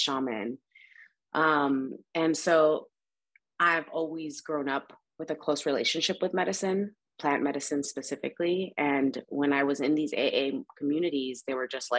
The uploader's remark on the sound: In Raleigh, NC & Ensenada, MX on Zoom.